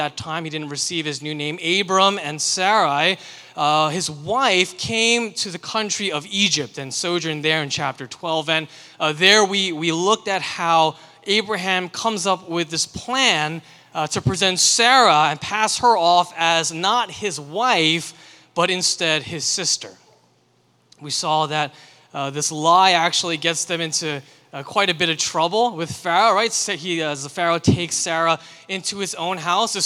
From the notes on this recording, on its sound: sermon for Liberti River Wards' June 25, 2023, Sunday worship service